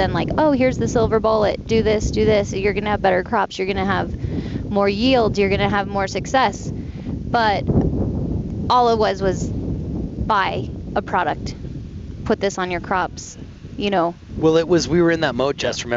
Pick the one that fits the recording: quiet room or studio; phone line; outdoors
outdoors